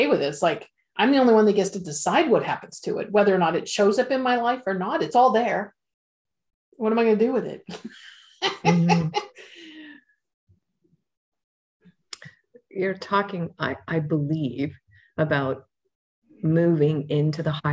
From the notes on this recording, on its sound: Audio version of May 6, 2022 Zoom call